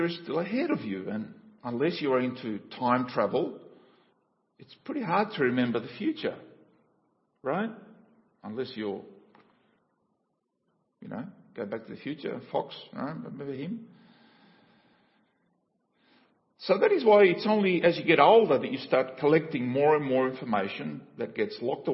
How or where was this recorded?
large echoing room